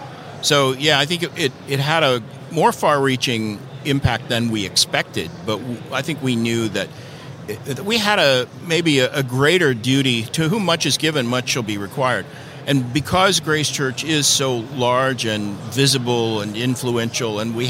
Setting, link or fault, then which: setting, busy venue